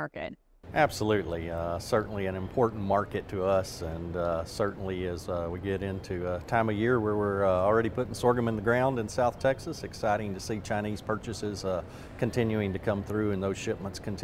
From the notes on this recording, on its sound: AgDay is on the road at this year's Commodity Classic in Houston, Texas!